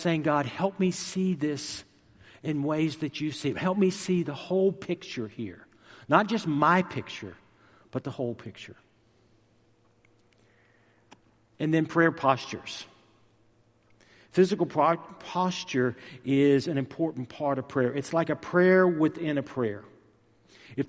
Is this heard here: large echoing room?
yes